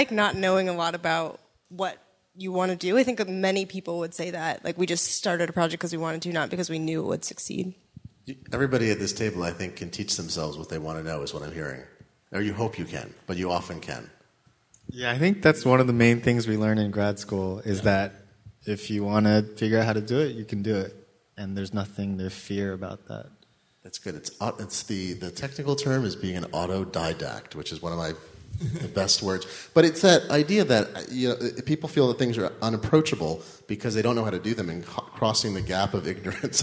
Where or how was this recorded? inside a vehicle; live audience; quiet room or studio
live audience